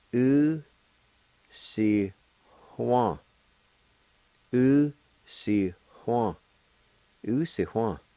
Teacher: right between the I and the W, there's going to be a faint H sound or an aspirated sound